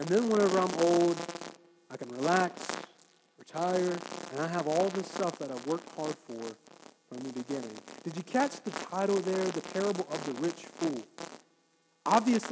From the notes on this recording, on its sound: Our Apologies for the poor audio